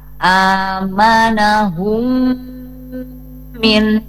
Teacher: Maka bunyi M-nya dibaca dengung ya. Bunyi M-nya dibaca dengung atau bigunnah, dengan gunnah. Jadi bunyi M-nya lama. Hukumnya ilgom mimi ya.